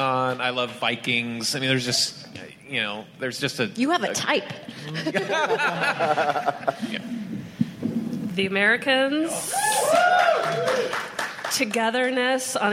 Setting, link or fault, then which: setting, busy venue